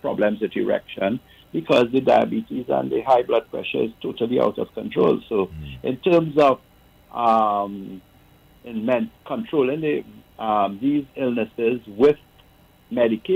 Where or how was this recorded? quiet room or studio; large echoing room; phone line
phone line